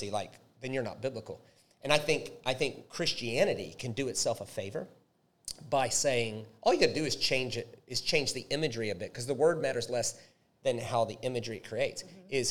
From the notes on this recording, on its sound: A very special LIVE recorded episode